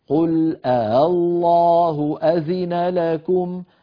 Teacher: الهمزة الثانية تجد الوترين في بينهم يعني مجال لمرور صوت ضئيل قل الله أذن لكم، هذا يسمى تسهيل الهمزة، هذا أيضا وردنا تلاوة فلنا أن نقرأها قل الله أذن لكم، ولنا أن نقرأها قل الله أذن لكم، إن فعلنا هذا صواب إن فعلنا هذا صواب لكل القراء العشر، لكل القراء العشر تمام. · وأيضا بعض القبائل الأخرى بدلا من أن يبدلوها ألفا يسهلونها، يعني لا يقفلون الوترين الصوتيين ويخرجونها بين الهمز المحققة والألف